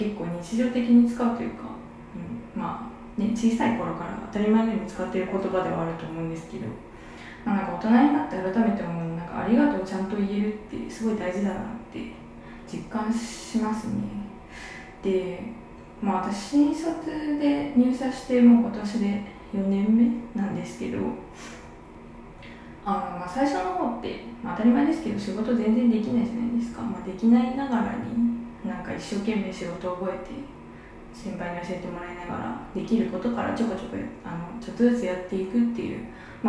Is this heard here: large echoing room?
yes